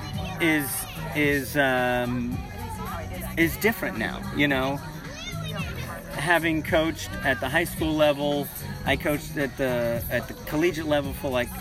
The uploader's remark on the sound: On location from the Thursday Night Track Meet at West High School.